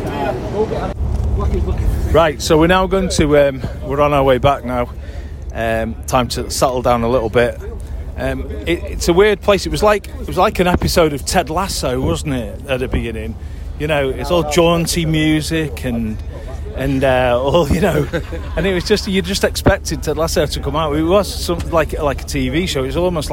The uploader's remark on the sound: From Brighton away. With travelling Reds, Brighton fans and recording from the away end as United lose yet again away to a decent side.